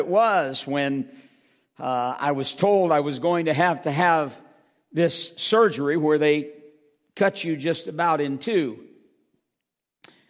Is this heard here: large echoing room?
yes